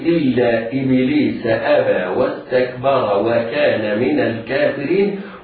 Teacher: إلا إبليس أبى واستكبر وكان من الكافرين كلها حروف مرققة ليس فيها حرف مفخم على الإطلاق